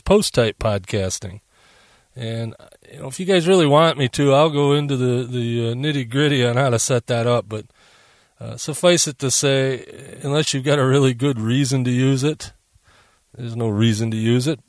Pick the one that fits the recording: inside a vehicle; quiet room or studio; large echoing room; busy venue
inside a vehicle